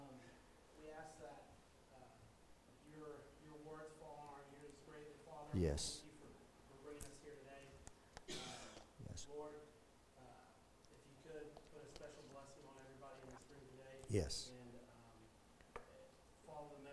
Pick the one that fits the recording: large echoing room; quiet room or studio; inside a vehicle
large echoing room